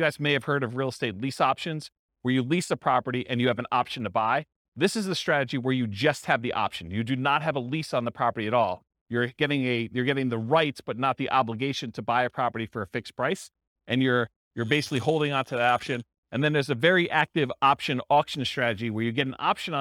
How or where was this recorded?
live audience